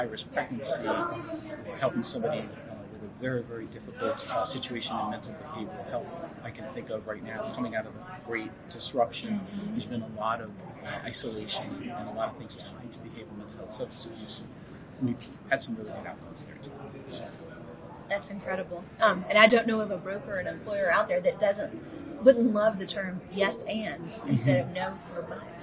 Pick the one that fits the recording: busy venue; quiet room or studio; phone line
busy venue